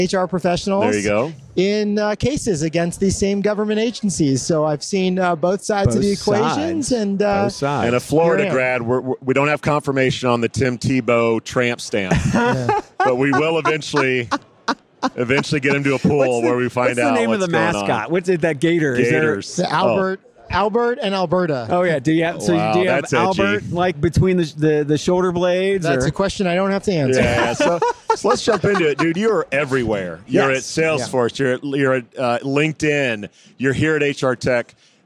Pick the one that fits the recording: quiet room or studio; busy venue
busy venue